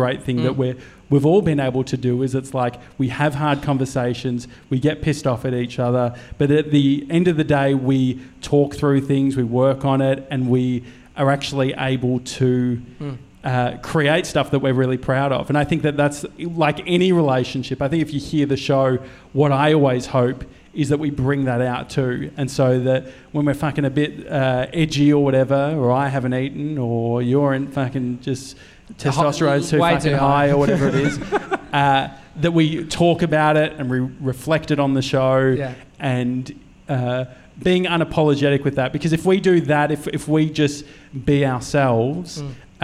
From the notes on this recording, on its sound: We're celebrating the episode 500 milestone with you gronks at a live show.